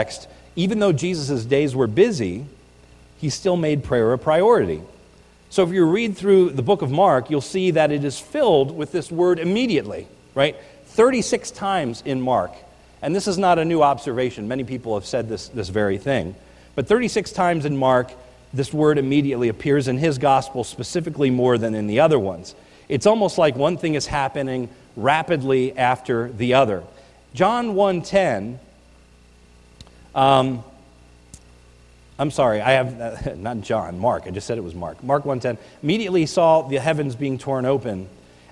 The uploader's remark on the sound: This is a recording of the New Year’s Eve Service at the Lebanon Bible Fellowship Church in Lebanon, PA on 1/31/19